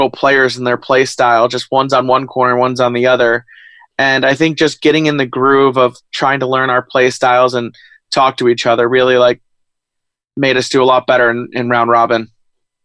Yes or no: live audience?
no